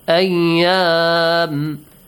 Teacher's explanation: The alif mat is extended when you stop. This is called matul arid.